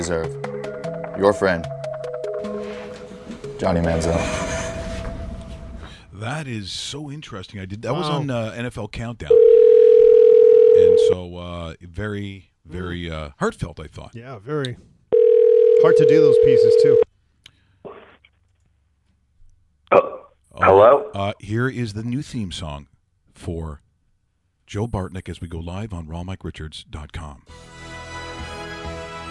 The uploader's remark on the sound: We stream live weekdays between 10am and 12pm EST! On today's show, we are joined on the phone.